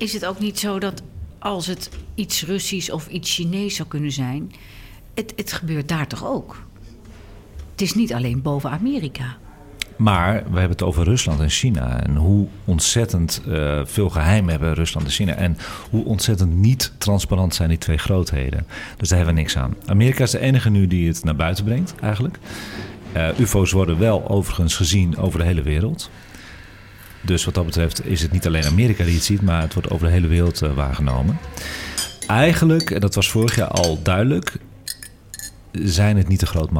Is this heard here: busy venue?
yes